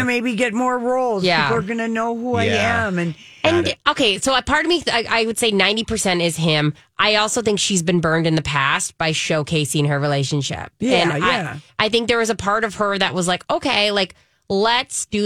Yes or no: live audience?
no